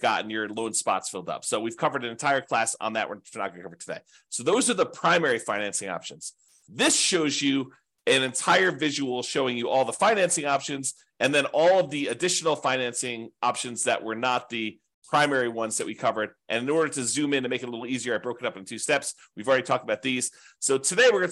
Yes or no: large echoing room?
no